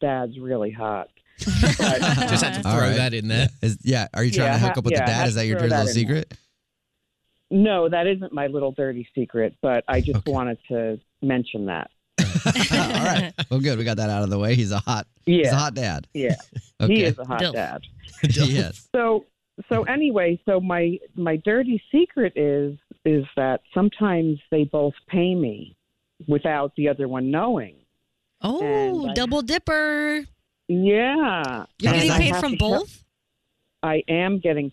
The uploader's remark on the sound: Phone interview